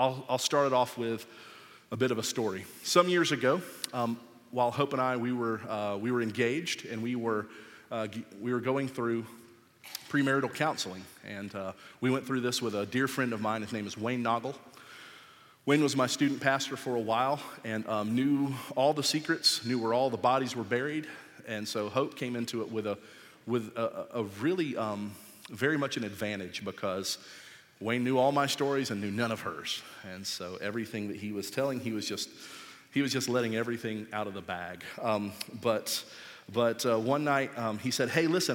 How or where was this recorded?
large echoing room